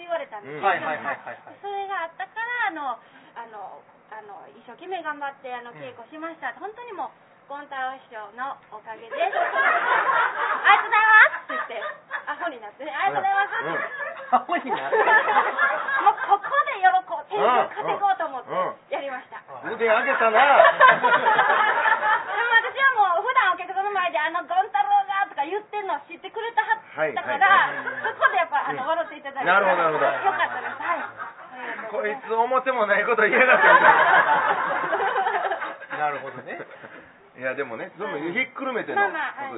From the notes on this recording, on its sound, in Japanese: ツギハギ荘にて開催された。公開収録分。